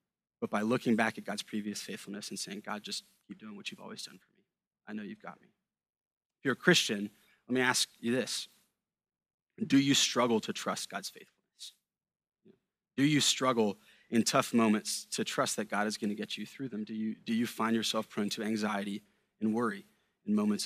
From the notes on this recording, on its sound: A sermon preached at Sojourn Galleria Church on Sunday, January 21, 2018.